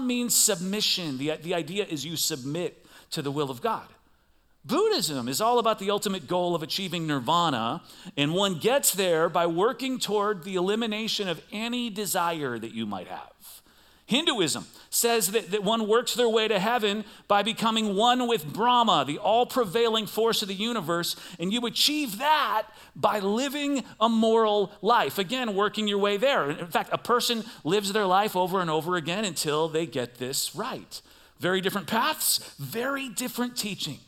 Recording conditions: large echoing room